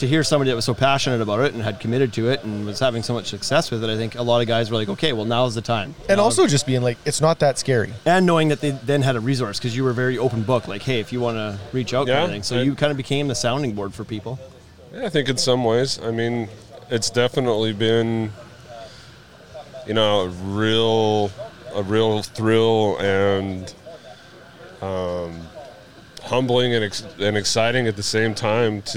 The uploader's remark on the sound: The podcast was live on location at Steel Sharpens Steel in Mount Pleasant Texas!